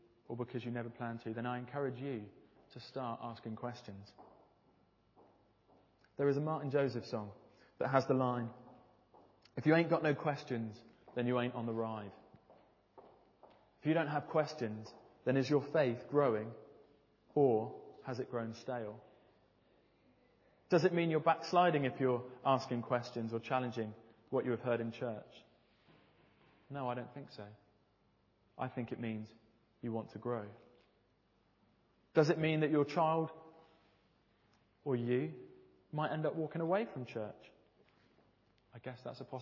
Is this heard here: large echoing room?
yes